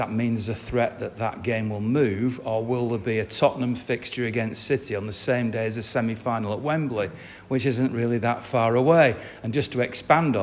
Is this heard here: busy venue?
yes